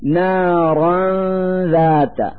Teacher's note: نلفظ النون الساكنة التي هي فتحتان على الراء من كلمة نارا من مخرج الذال من كلمة ذات، فنقول نارا ذات مع إظهار الغنة التي تدل على وجود النون الساكنة.